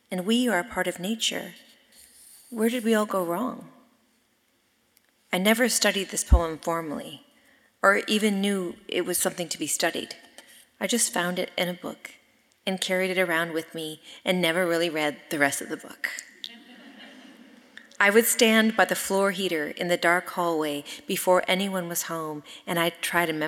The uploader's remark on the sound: from the closing night of the 2022-23 Portland Arts & Lectures series